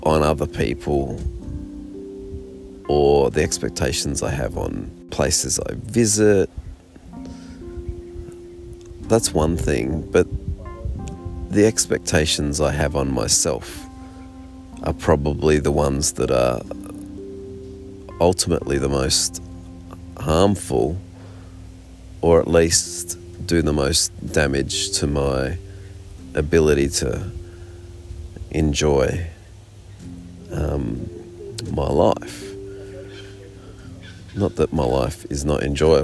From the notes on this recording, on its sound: Coming at you from my Australian Geographic camping hammock, somewhere along the Great Ocean Rd